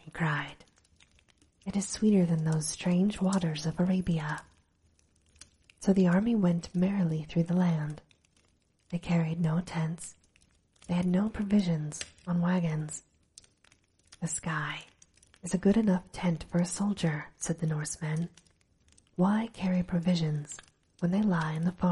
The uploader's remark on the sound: Recorded with a light fireplace in the background for sleep ambiance.